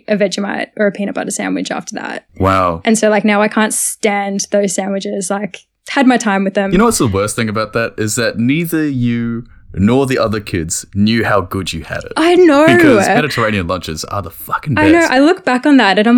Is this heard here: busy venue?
no